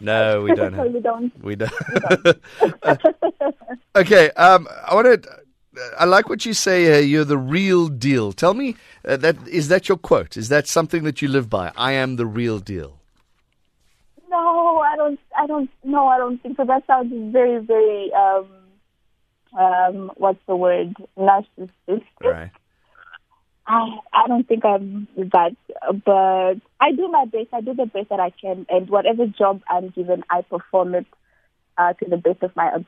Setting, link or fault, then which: link, phone line